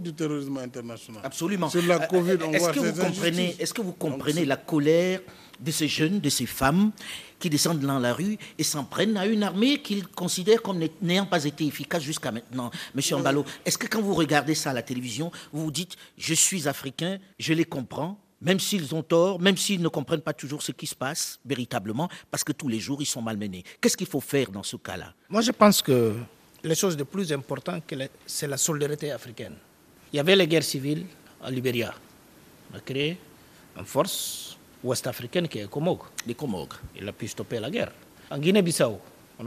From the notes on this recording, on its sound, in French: Un débat enregistré à l’occasion de la 7ème édition du Forum international de Dakar pour la paix et la sécurité en Afrique.